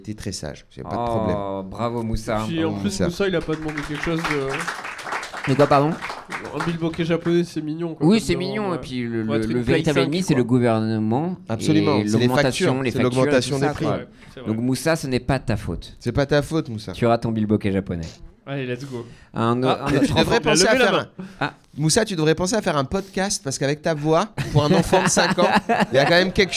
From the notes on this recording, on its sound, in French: Le tout enregistré en public au Charlie et sa bière à deux balles.